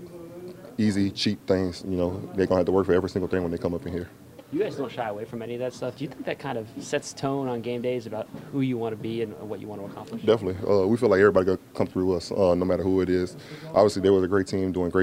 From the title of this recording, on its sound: Postgame Press Conference